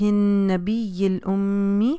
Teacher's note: یہاں پہ دونوں جگہ نون مشدد اور میم مشدد میں غنہ کیجئے